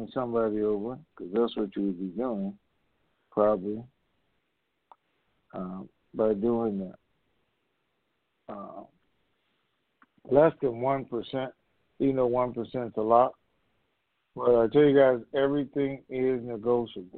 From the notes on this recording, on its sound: TNTSuperfantastic Conference Call